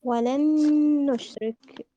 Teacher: لماذا؟ لأنها أدغمت نون ساكنة في نون متحركة فأصبحت حرفا واحدا مشددا